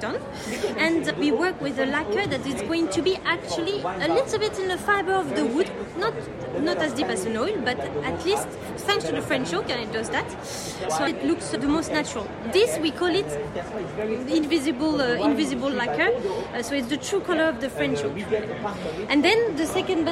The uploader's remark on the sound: chats live at Decorex 2022 in Earls Court